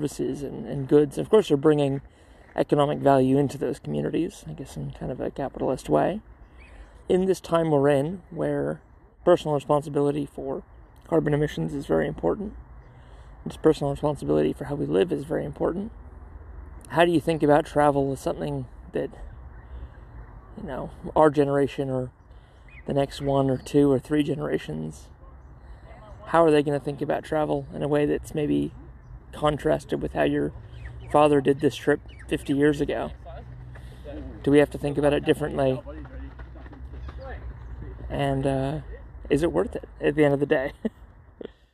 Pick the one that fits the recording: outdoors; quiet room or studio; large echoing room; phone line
outdoors